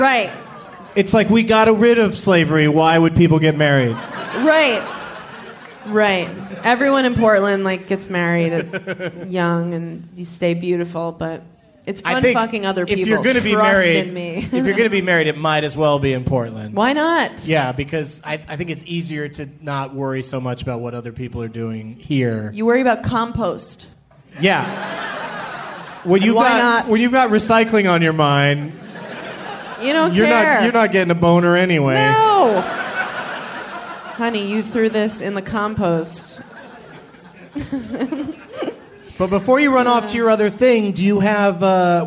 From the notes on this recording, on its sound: Recorded live at Helium Comedy Club in Portland, OR during the Bridgetown Comedy Festival on April 15th, 2012.